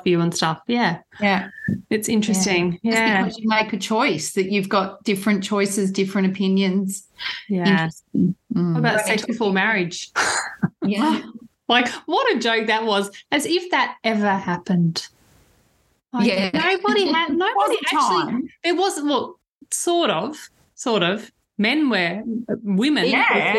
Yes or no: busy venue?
no